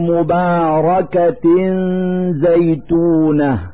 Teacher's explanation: في هذا المثال كسرتان تحت التاء من كلمة مباركة، نلفظ هاتين الكسرتين نونا ساكنة من مخرج الزاء من كلمة زيتونة، فنقول مباركة زيتونة مع إظهار الغنة التي هي دليل على وجود النون الساكنة.